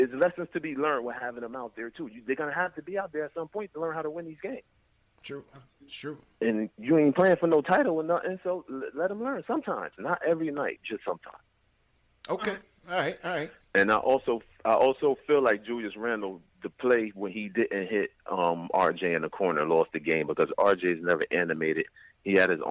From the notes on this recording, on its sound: They also take LIVE phone calls from fans around the world